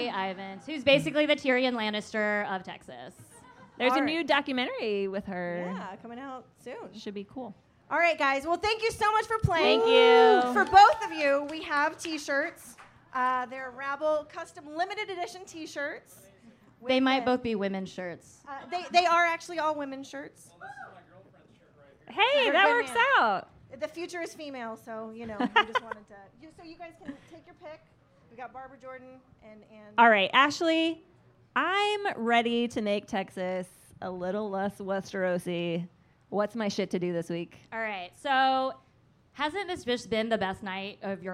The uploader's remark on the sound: This week we recorded our first ever LIVE podcast at the Austin Young Democrats meeting at Cheer Up Charlies.